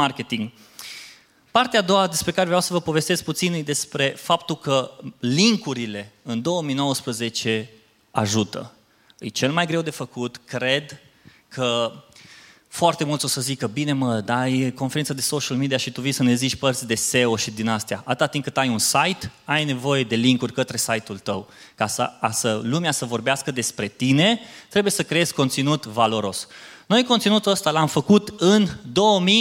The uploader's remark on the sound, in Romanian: Episodul acesta este o înregistrare live de la evenimentul Webstock. Un eveniment dedicat comunității de online, oameni de social media, creatori de conținut și online marketing manageri.